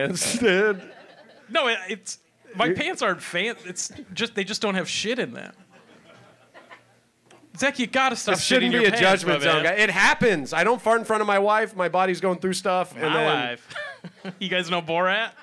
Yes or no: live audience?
yes